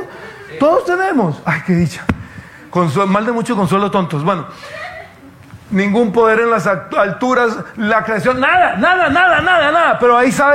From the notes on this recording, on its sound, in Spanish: Tema originalmente presentado en vivo en la Reunión Familiar de Sydney el día 10 de Diciembre de 2022 por FaceBook Live